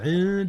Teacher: أخفي حرف النون قبل الدال إذ الدال من أحرف الإخفاء.